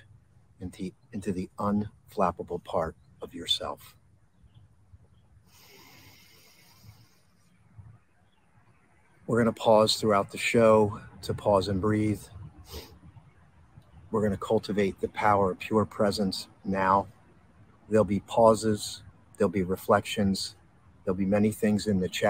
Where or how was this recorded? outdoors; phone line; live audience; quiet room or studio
outdoors